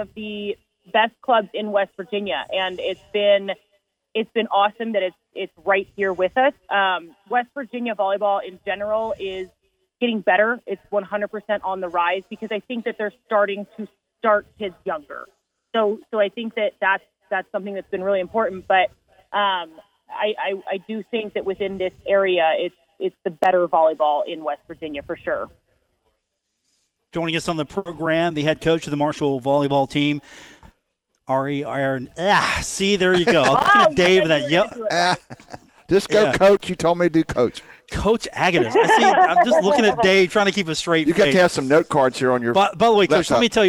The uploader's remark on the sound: broadcast live from The Union Pub and Grill